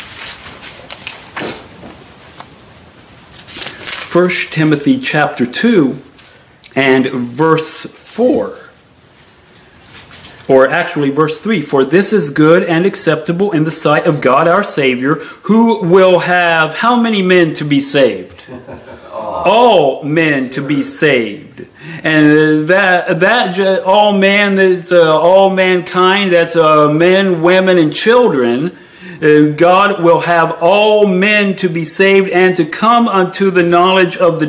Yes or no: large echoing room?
yes